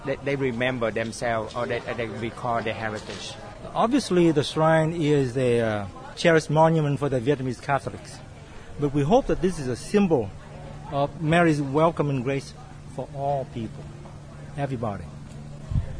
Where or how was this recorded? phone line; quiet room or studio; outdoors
outdoors